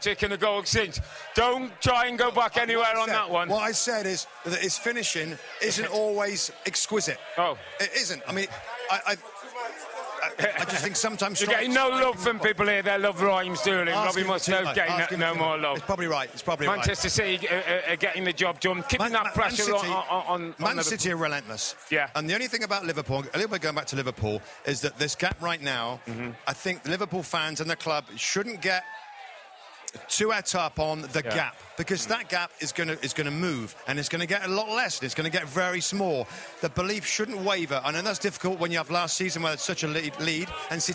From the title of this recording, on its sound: Live from the Premier League Mornings Fan Fest in Austin!